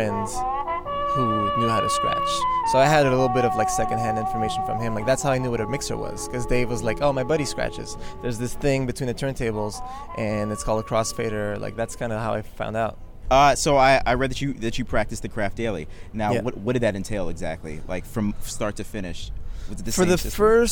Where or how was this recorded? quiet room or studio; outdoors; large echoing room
outdoors